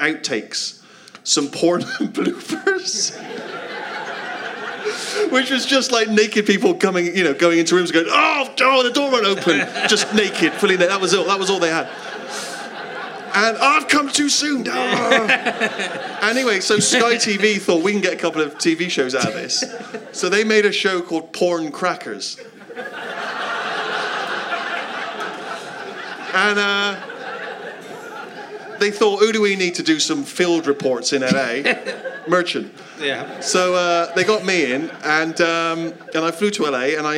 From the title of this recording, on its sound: Leicester Square Theatre Podcast